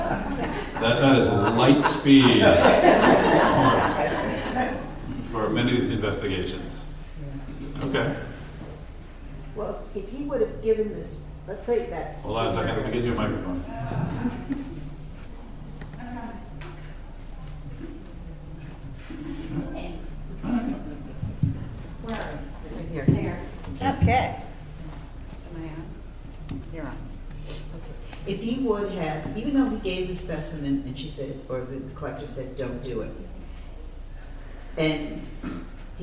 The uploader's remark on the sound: Today, we are at the 13th Annual FTA Drug and Alcohol National Conference.